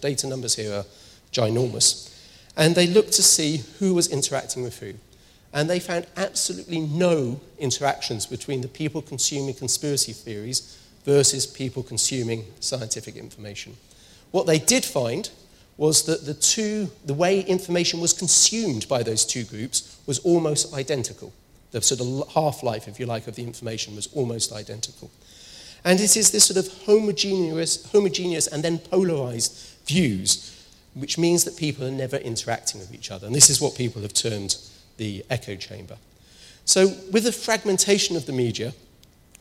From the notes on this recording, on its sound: speaks at SRHE Annual Research Conference 2016